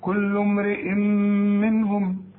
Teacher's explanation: التنوين امرئ بعد مين ادغام بغنة